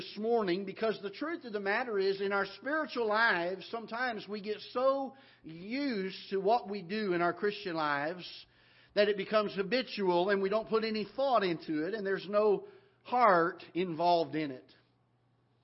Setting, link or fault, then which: setting, large echoing room